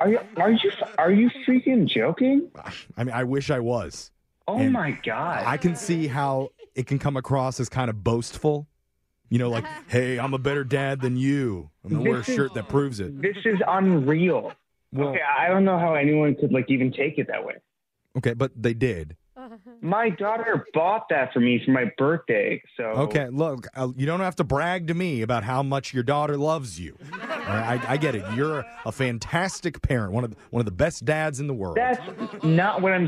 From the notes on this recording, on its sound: Phone Tap: The Great Dad Shirt Debate.